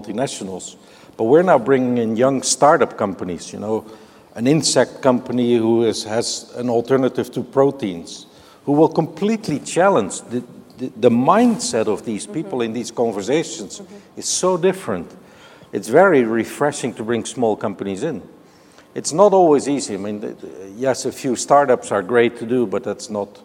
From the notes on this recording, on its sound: The best of live interviews from GreenBiz events.